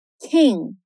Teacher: Olha como fecha ali o som do G, fica bem sutil, sem nenhuma vogal depois.